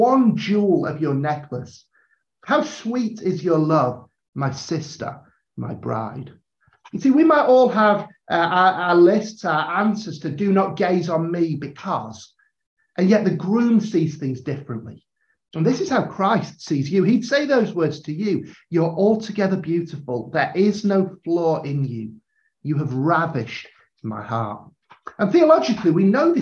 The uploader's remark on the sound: a live episode from a recent online training session